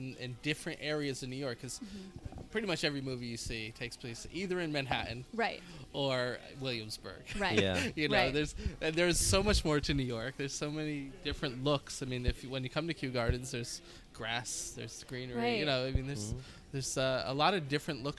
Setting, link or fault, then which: setting, busy venue